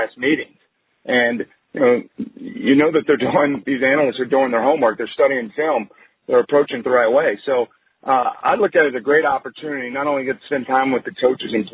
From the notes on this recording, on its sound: ESPN conference call